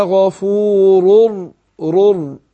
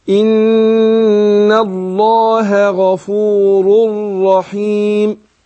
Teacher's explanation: ان الله ان الله غفور رر رأين مش ما فيهاش تكرير دي رأين ورا بعض اهي بس الراء الثانيه مشدده